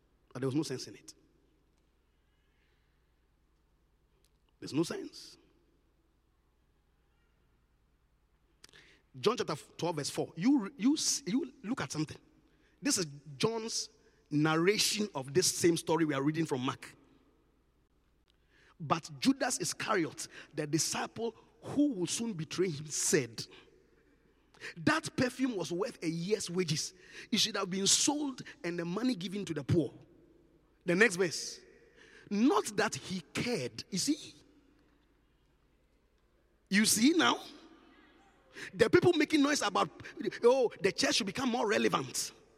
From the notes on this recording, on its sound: Encounter Service. Preached at the Qodesh.